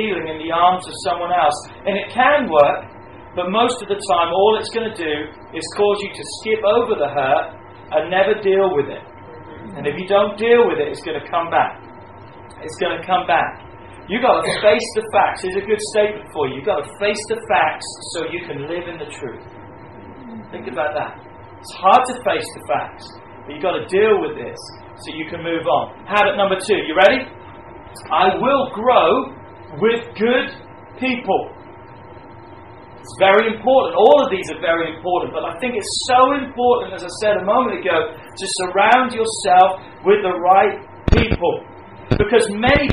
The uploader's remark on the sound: Please excuse the audio levels on this recording!